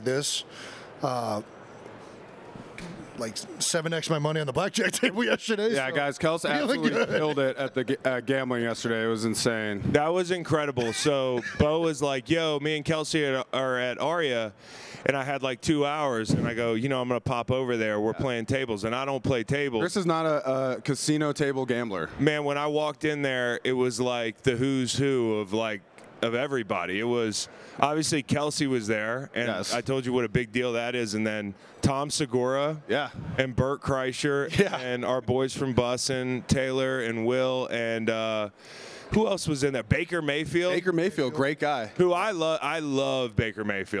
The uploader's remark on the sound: Day 2 at SB LVIII Radio Row. Throughout the show, you'll also hear plenty of shoutouts to guys that rolled by us on radio row.